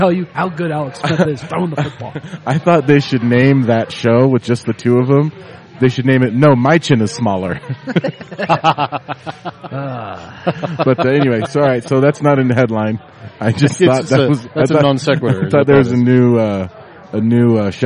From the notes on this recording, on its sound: We recorded this week's episode down at Jake's Food and Spirits down on 3800 Walnut Street